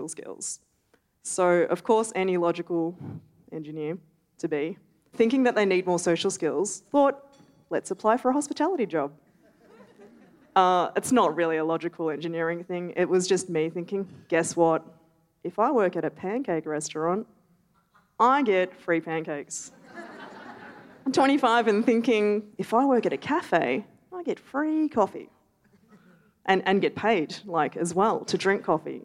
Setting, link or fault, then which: setting, live audience